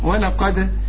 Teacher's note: القاف مفخمة وبعدين الدال هنقلقلها